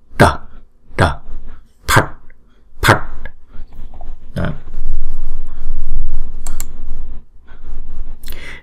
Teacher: uốn cong cái đầu lưỡi lên trên, búng ra